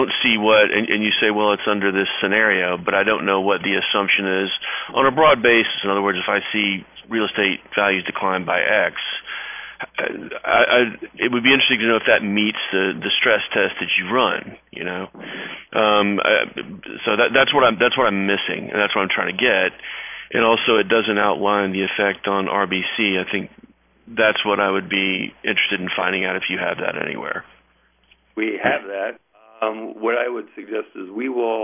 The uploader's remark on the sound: Athene Fixed Income Investor Conference Call